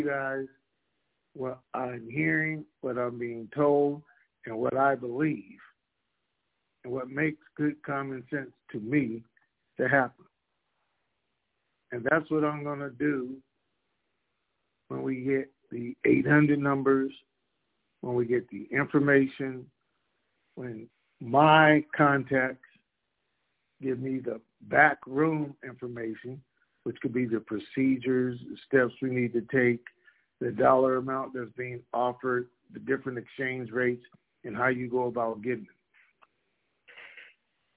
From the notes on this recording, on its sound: TNTSuperfantastic Conference Call